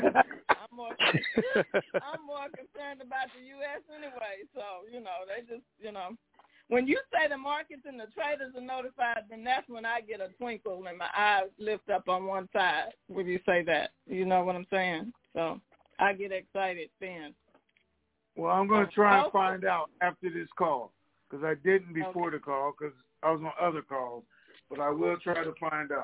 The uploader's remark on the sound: TNTSuperfantastic Conference Call